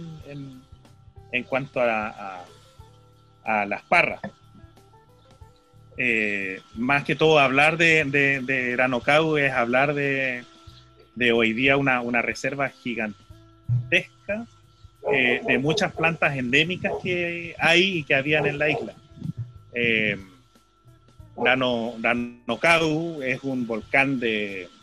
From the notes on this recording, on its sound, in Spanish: Vía Zoom desde Isla de Pascua. Programa sobre V¡nos, V¡ñedos y V¡das en radio PortalesFM.